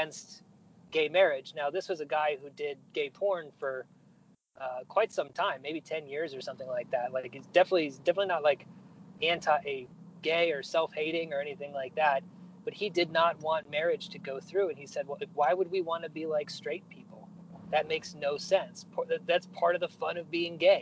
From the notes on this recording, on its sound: Record my end from inside my 2005 Nissan Altima. I drive around OKC, noting the things that I see.